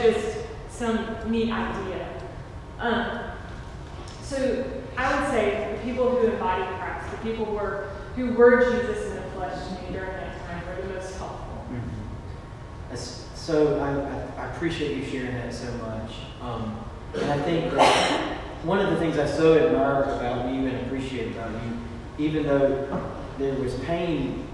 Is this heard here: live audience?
yes